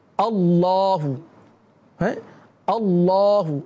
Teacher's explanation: اللہ کے لام سے پہلے حرف پر زبر یا پیش آ جائے، جیسے اللہ ہے اللہ، تو اب اللہ کے لام کو پر پڑھیں گے